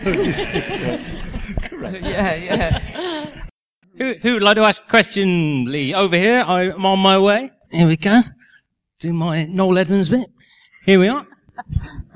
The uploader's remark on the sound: The third and final part of highlights from The Bill Reunion 7. The Q&A takes centre stage in this finale. The audience asked the legends some great questions.